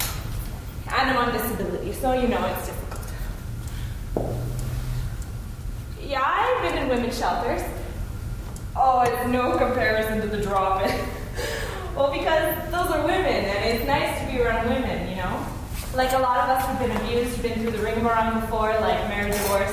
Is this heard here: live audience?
yes